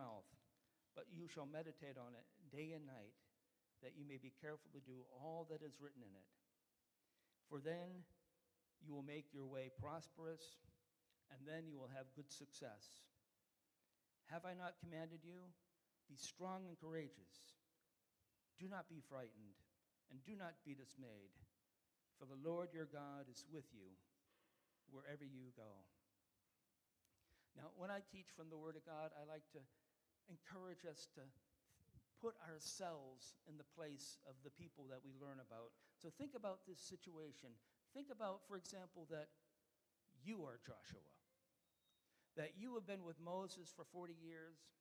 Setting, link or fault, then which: setting, large echoing room